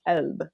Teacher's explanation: But in Egyptian Arabic, they drop the qaf and it becomes a glottal stop and becomes elb.